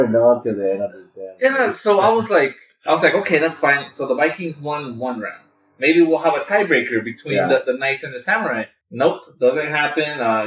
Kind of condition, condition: fault, poor sound quality